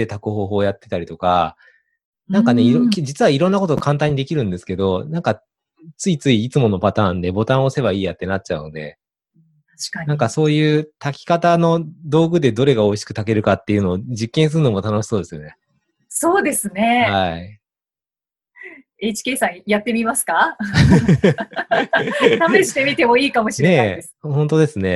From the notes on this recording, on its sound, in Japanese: オンライン収録のため、通常より音声が劣りますがご了承ください